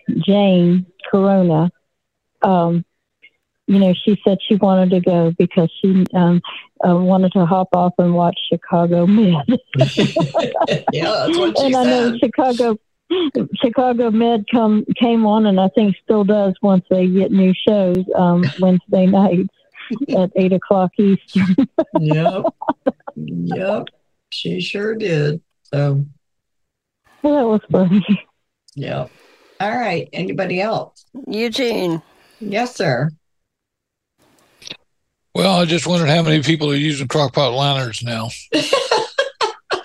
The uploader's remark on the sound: we held the first recipe swap via conference call